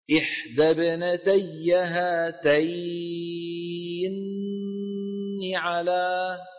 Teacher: يا ابني في نون مشددة بدها غنى · Term: الغنة